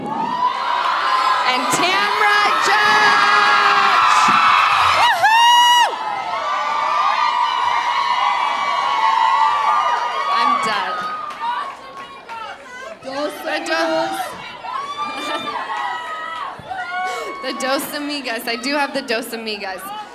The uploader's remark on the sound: Live From The Improv